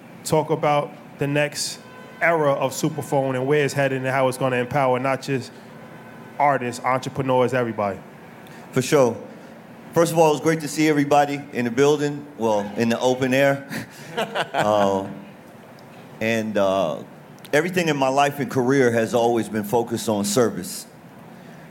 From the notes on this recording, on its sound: At our South by Southwest panel.